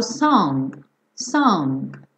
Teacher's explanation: às vezes você ouve um restinho desse G